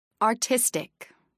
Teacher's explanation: Artistic. 3 syllables, main stress on the second syllable.